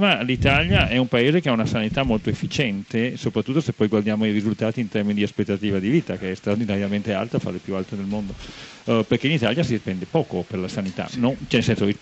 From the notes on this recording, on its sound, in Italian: In diretta dal Festival di Trento.